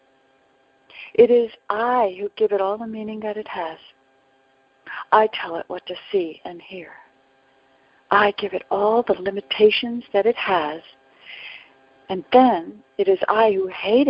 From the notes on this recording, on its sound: ACIM Daily TEXT Conference Call